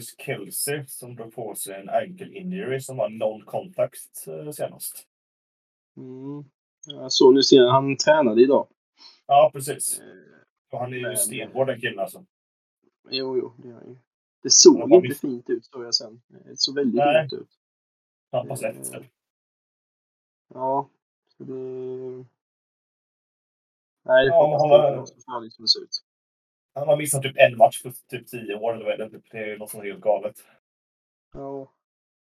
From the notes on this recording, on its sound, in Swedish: Ljudkvalitén blev tyvärr inte den bästa